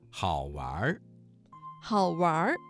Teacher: 这个词当中的玩加了一个卷舌音，形成了儿化音。